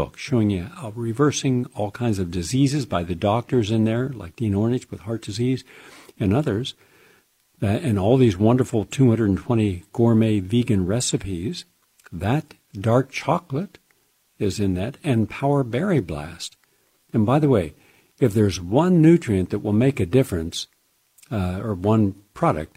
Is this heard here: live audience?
no